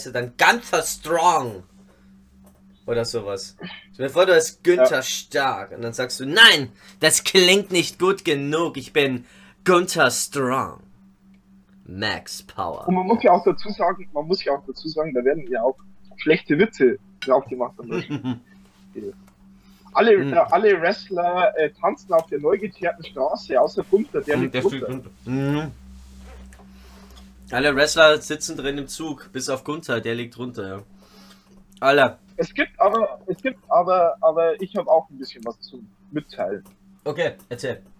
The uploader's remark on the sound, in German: Wir haben die allmorgendlichen Gespräche via Handy einfach gegen Skype ersetzt